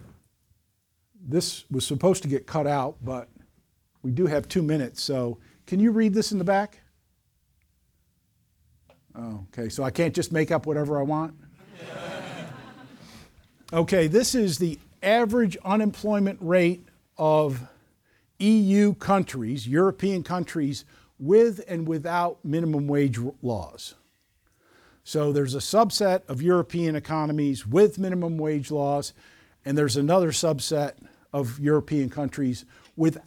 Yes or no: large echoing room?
yes